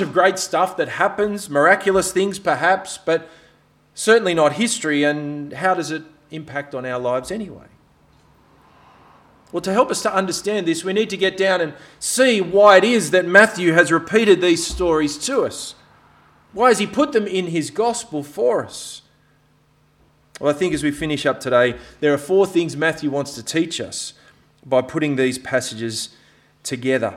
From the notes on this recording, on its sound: This sermon was preached on 17th September at all of Helensburgh and Stanwell Park Anglican Church.